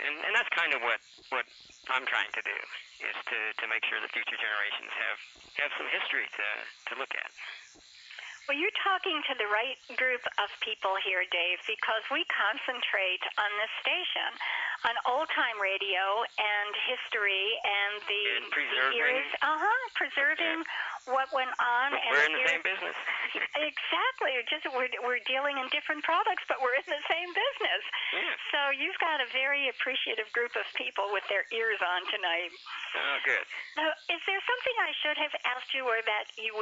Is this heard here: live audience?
no